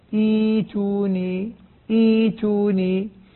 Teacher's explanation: يجب وجوبا أن نبدل الهمزة الساكنة حرف مد من جنس ما قبلها، قبلها كسرة تبدل ياء